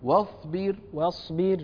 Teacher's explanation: رقق الواو وفخم الصاد، الخطأ واصبر، وا واصبر، العرب لا تفخم الواو، ها.